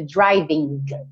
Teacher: você não vai pronunciar aquele G